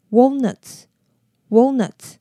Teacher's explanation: Walnuts 它的 A 是短母音，念的时候两颊要有点收进去，舌头会往后缩。然后当你要发到 L 的音的时候，舌头再稍微弹回来顶到你的上颚